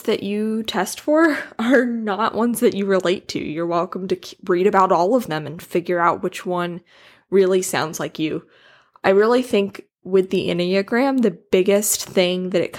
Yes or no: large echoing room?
no